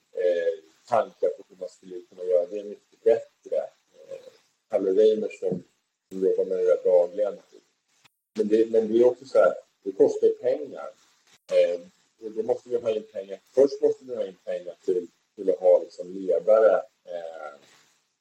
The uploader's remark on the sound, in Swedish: Med bruset som sällskap